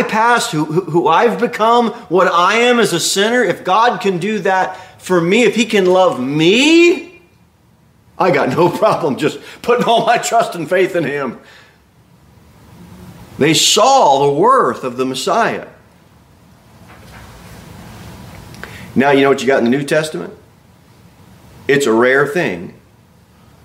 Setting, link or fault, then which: setting, large echoing room